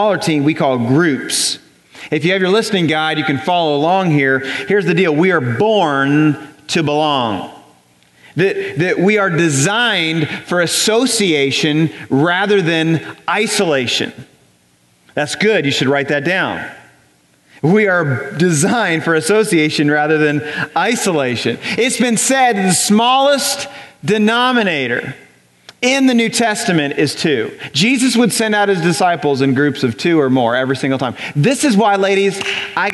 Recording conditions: large echoing room